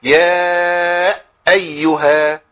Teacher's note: ياتي بهمزه ساكنه قبل الهمزه بتاعت ايها